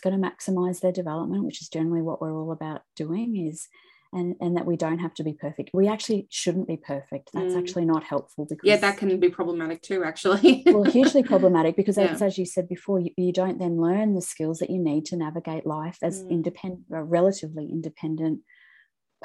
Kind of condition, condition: link, video call